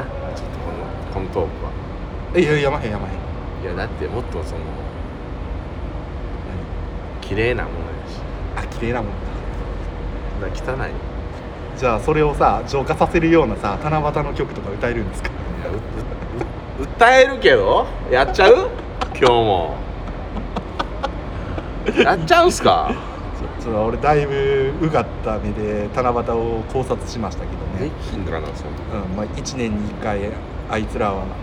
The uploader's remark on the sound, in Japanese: 公園撮りで雑音と急なカットインはご愛嬌でお願いします